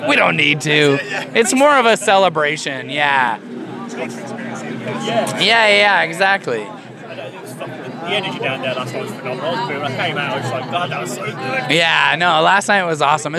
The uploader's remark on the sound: From our 'Live from 2000 Trees 2023' series.